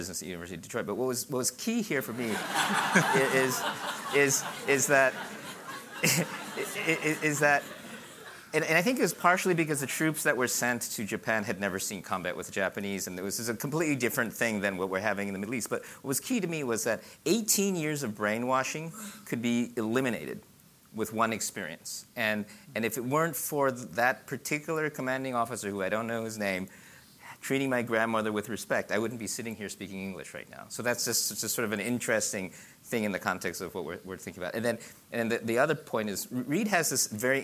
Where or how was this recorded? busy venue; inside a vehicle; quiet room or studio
busy venue